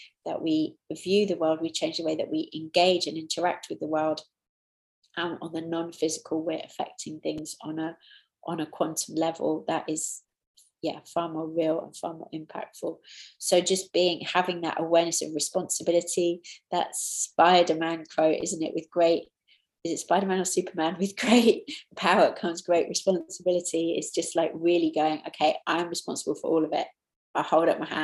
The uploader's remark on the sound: Taken from the New Year Online Retreat.